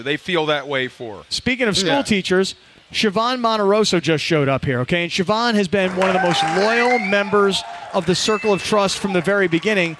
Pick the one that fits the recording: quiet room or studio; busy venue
busy venue